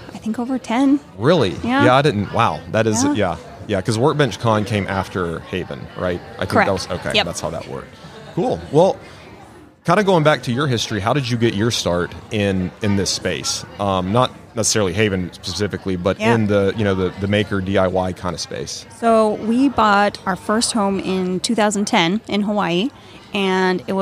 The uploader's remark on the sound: LIVE from HAVEN 2022.